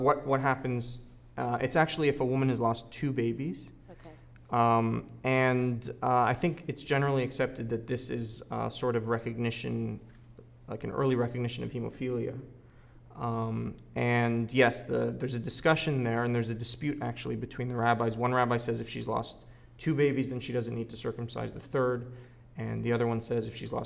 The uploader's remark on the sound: This is a recording of the Q&A from the Atlanta, GA screening of Cut. The screening took place at the Birth Unitarian Universalist Congregation of Atlanta.